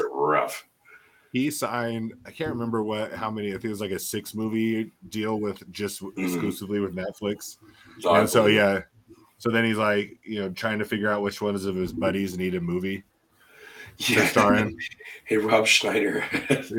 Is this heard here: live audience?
no